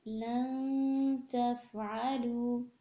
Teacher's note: ये जो अं वाली वॉइस है ये इख़फ़ा कहलाई जाती है. अब ये होती कैसे कि आप नून के मखरज पर अपनी ज़बान को टच ना करें, थोड़ा सा उससे दूर कर लें.